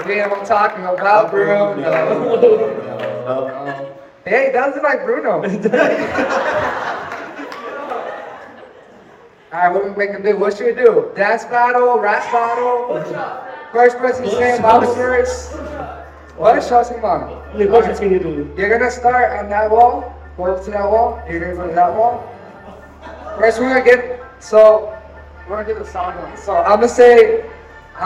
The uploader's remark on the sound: Live from YTH Retreat. Live podcast in front of 100 youth at Holy Ground 2023!